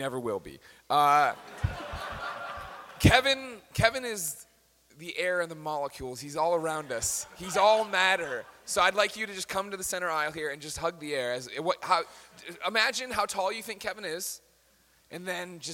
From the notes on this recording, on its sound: Live at PAX East 2014! The boys unite for tehir first ever panel with the whole crew!